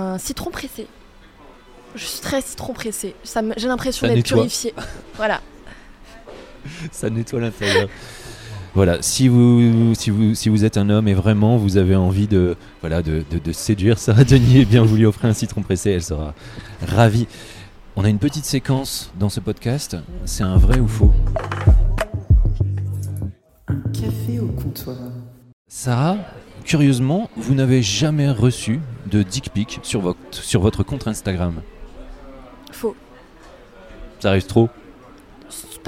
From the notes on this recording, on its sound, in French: Un café au comptoir. Enregistré au Cafe Charlot, 38 rue de Bretagne à Paris (3e).